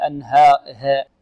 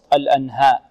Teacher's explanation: ونحذر من إمالة الهاء · Shown in: second take · Term: فتح متوسط